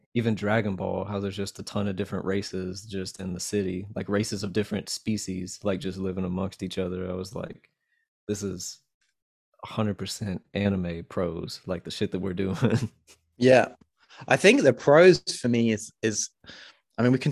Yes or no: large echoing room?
no